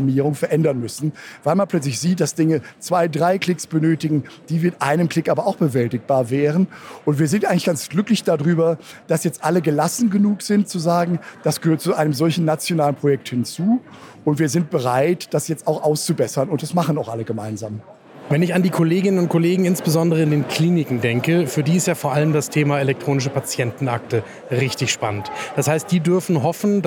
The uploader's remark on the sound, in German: Diese Folge wurde live auf der expopharm 2022 aufgezeichnet, der größten pharmazeutischen Fachmesse in Europa.